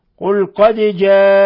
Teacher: دال ساكنة تقلقل، جاءكم مد متصل يمد من 4 إلى 5 حركات، جاءكم